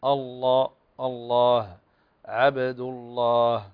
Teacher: فهنا اللام لا تفخم، تفخم فقط إذا سبقت بمضموم أو ابتدأ بها